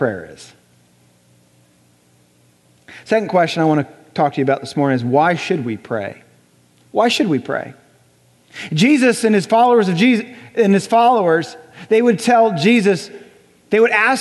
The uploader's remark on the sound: Recorded on January 21, 2018 at Graceland Baptist Church in New Albany, Indiana.